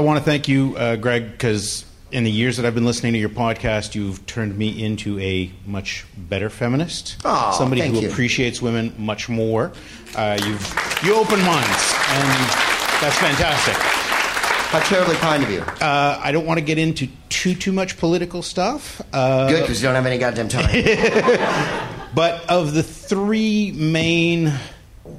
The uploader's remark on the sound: Live from Montreal's Just for Laughs Festival